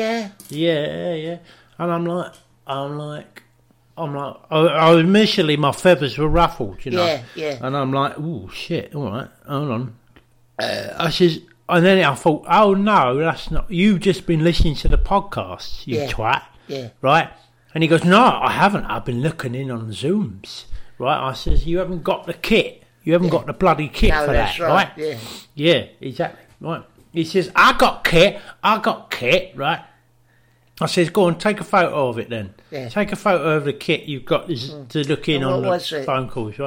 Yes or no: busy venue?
no